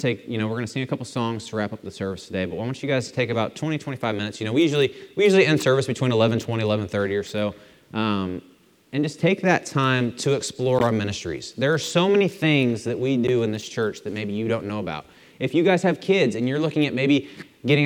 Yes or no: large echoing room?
yes